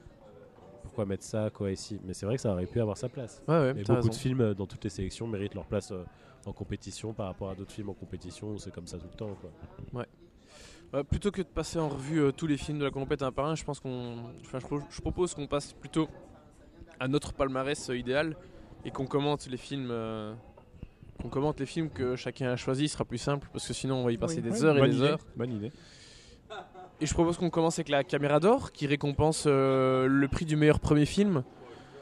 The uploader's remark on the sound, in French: Cette année, on fait le récapitulatif du Festival de Cannes depuis la terrasse du Grand-Palais.